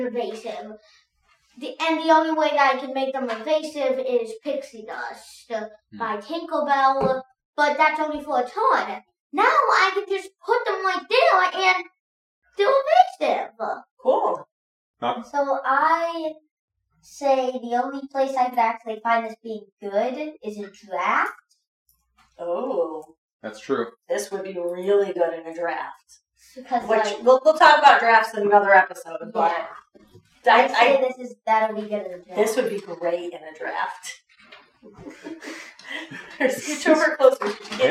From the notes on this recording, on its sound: We are working on improving audio so stay tuned as we get better at this.